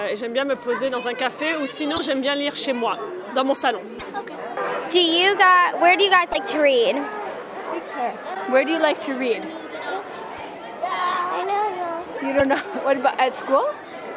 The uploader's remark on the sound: Interviews during the "Nuit de la Lecture" on January 24th, 2020 at the Lycée Francais de Chicago. Interviews during the "Nuit de la Lecture" on January 24th, 2020 at the Lycée Francais de Chicago.